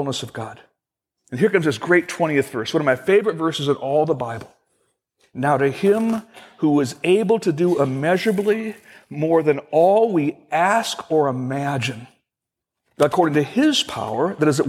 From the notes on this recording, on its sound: Originally recorded on February 28, 2016, at Fellowship Missionary Church, Fort Wayne, IN.